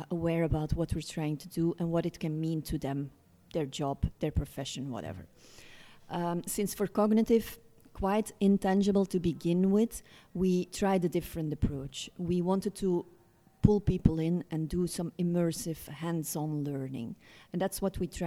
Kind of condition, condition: setting, busy venue